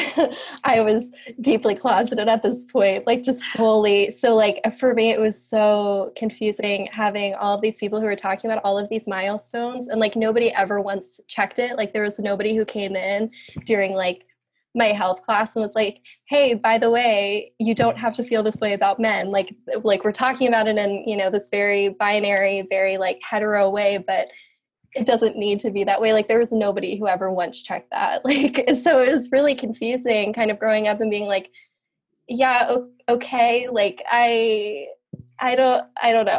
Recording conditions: video call